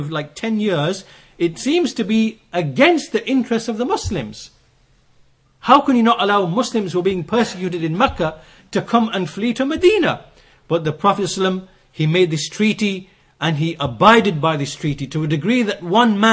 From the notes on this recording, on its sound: Lectures delivered in Masjid as Sunnah, Bradford.